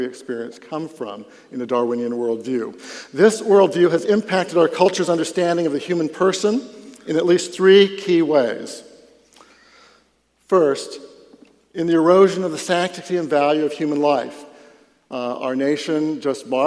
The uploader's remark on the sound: Catch the first half of a public talk. Delivered at the Dallas Conference on Science & Faith.